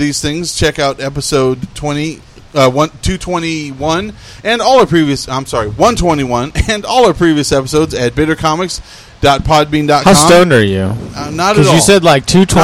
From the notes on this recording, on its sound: We recorded just after the Monday night Open Mic at Grogg's, and all the comics who stuck around are on it.